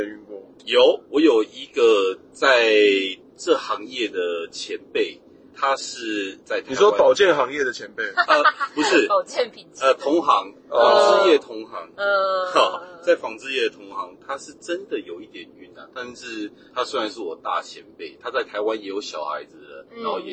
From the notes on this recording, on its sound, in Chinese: 本集節目在紫爆擁堵的國道五號上錄音，音質很糞沿路開車